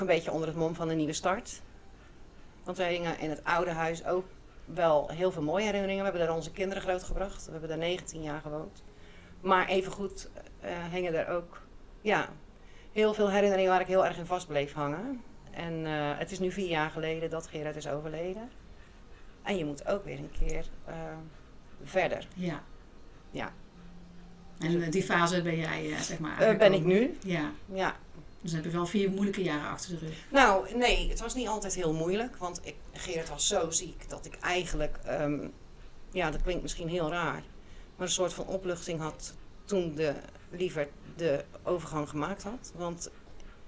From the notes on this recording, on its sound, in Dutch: Haar hondje Saar wijkt geen seconde van haar zijde tijdens de opname.